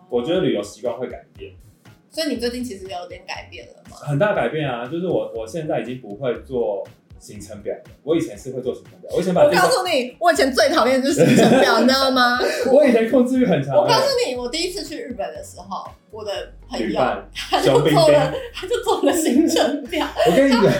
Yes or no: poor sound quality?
yes